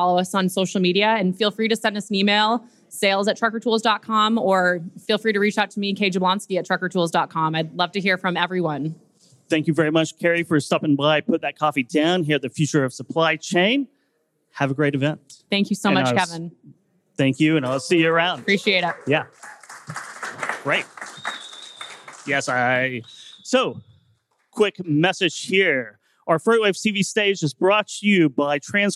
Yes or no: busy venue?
yes